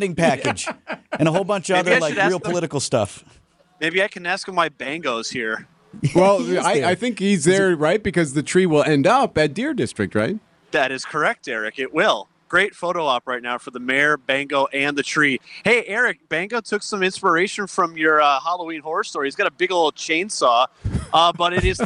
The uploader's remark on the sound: live from the Christmas Tree harvesting